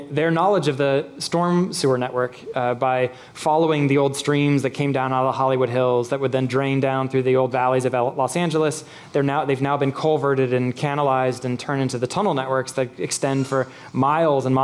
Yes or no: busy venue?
yes